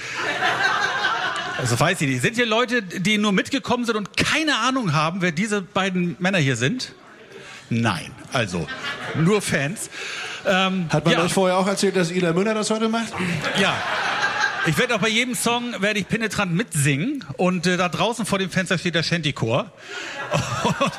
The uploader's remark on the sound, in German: Live-Podcast vom Fury-Fan-Abend. Den ganzen Abend mit Unplugged-Songs begleitet.